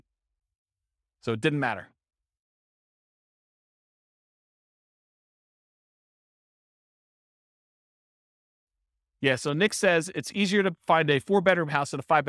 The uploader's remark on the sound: This was a live class recorded